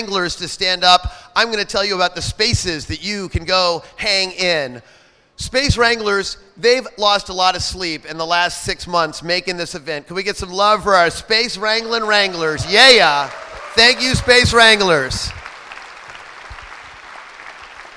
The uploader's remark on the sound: This is the #Airtime recording of the Mozilla Festival opening session in London.